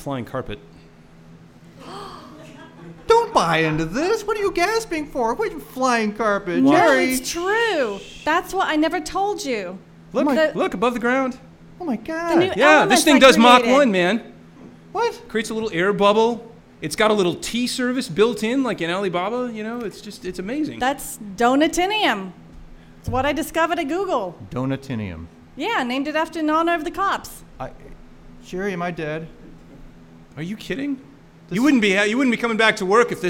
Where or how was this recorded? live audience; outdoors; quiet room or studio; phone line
live audience